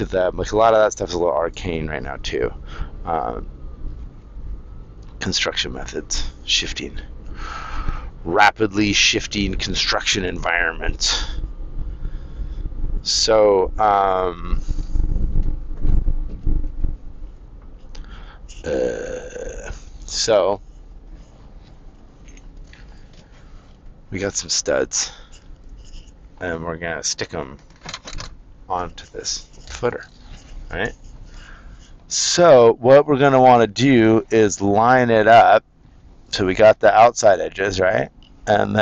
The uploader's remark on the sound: Now I'm back to rambling in my car.